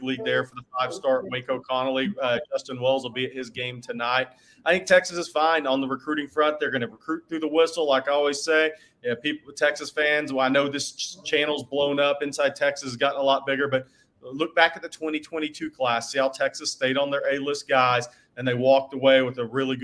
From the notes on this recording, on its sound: LIVE from The Co-Op